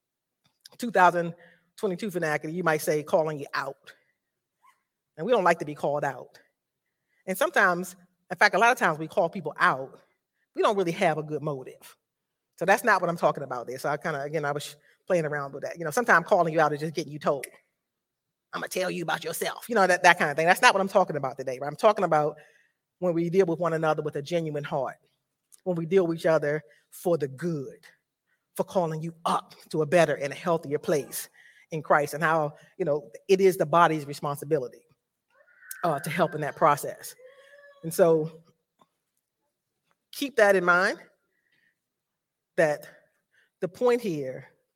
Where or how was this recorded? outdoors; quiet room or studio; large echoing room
large echoing room